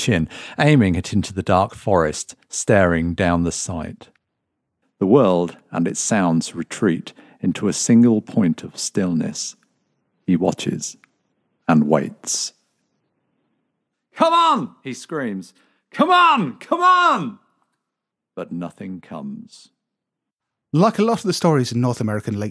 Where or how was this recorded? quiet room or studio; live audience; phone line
quiet room or studio